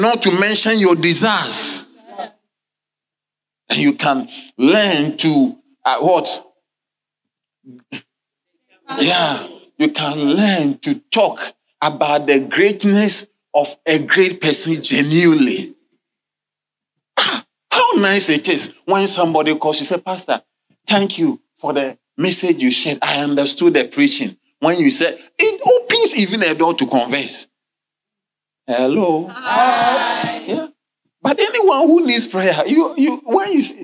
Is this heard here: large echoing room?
yes